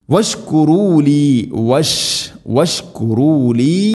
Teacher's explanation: വശ്കുറൂലി, ഇവിടെ സുക്കൂനുള്ള മീമിന് ശേഷം വാ ഉണ്ട്, അത് ശ്രദ്ധിക്കണം. രണ്ട് ചുണ്ടുകൾ തമ്മിൽ തട്ടിച്ച് കൃത്യമായിട്ട് മീമ് പൂർണ്ണമാക്കണം, വാ ഉച്ചരിക്കണം.